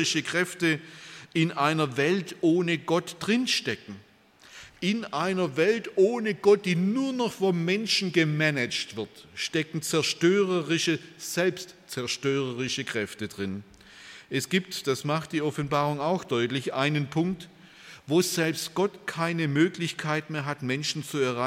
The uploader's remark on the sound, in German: bei einer Veranstaltung der Liebenzeller Mission